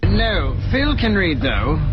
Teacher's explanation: 那有一个 read 要注意的失去爆破